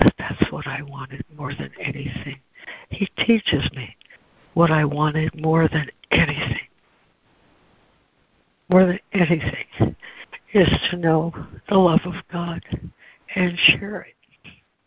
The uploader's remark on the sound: ACIM Daily Conference Call.